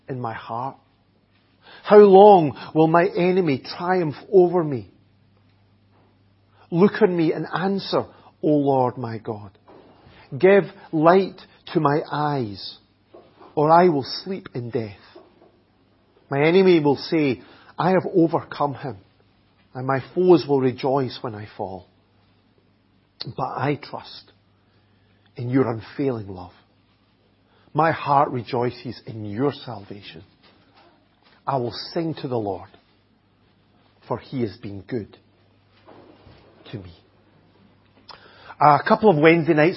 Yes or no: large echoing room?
yes